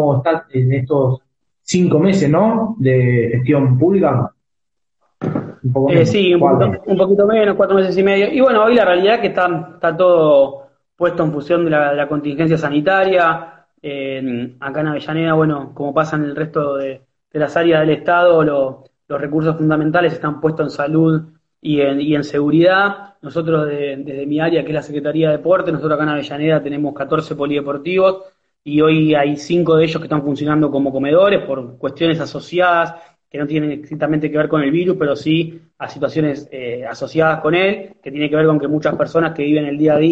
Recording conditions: video call